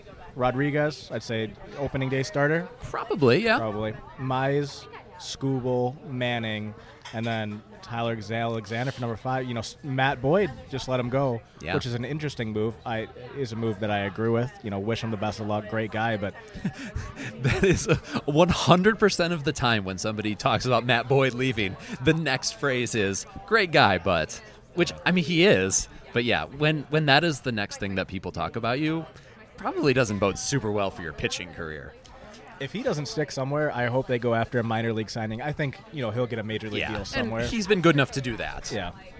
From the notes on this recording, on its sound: Live at Mootz Pizzeria in downtown Detroit for the annual holiday episode.